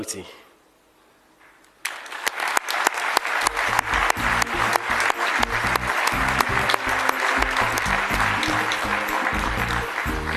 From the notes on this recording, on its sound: Actuarial Society 2016 Convention held in Sandton 17 and 18 October 2017